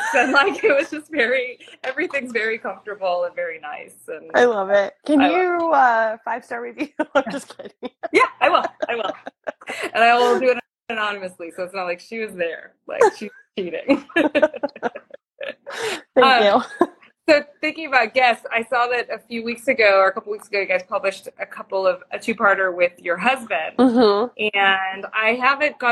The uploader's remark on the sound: on an Instagram Live